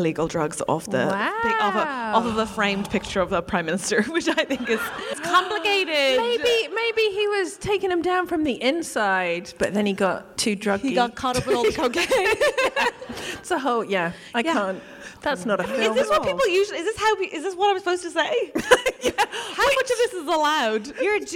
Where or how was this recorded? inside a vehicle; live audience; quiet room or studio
live audience